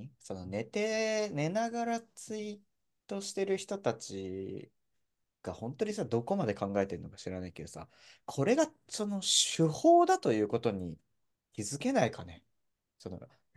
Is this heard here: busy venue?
no